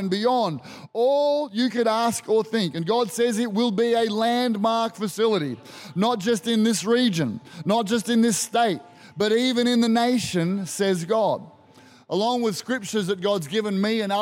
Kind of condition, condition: setting, large echoing room